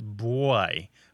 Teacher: Almost everyone there pronounces the word B-U-O-Y as boy, although some say it as boy, almost as if there's a W after the B, although it's less common.